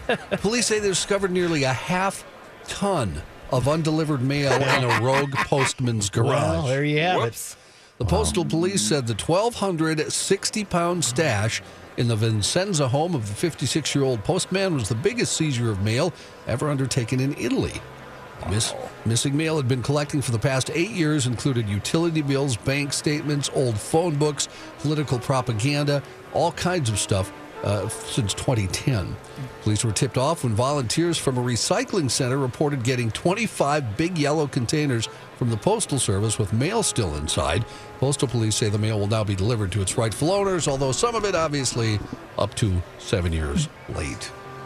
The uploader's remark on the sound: live from Radio Row at the Mall of America